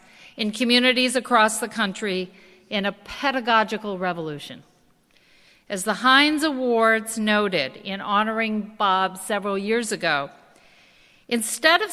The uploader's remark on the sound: Princeton University's annual King Day celebration. Turning Richardson Auditorium into his classroom and the audience of about 400 local schoolchildren, University community members and the public into his pupils.